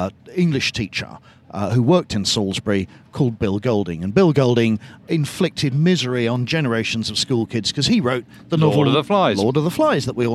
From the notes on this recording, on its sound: In this bonus episode recorded at Chalke Valley History Festival.